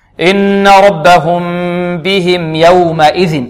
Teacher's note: والميم هذه في بهم ساكنة، وبعدها ماذا؟ بعدها يا، حكمها ماذا؟ الإظهار